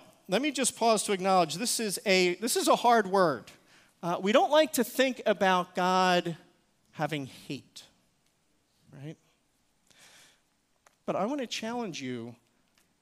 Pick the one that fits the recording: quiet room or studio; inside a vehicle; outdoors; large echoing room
large echoing room